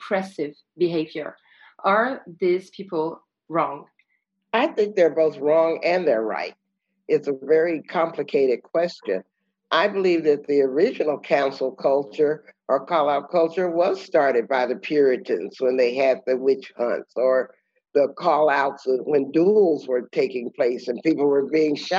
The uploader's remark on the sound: Recorded in public the 21st of November 2020. This episode was recorded on Zoom thanks to Les Créatives festival in November 2020.